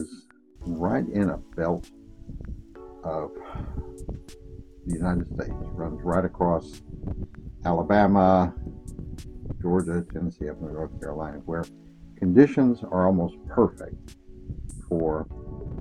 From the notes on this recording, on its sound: I apologize for the quality of the recording, but I recorded it outside in our summer shelter gazebo, and there was some wind noise.